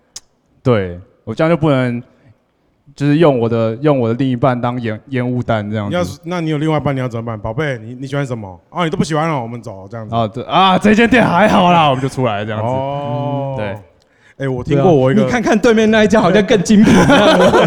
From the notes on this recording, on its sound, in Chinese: 首次 Live podcast。RHINO LIVE VOL.4 犀牛盾系列音樂專場。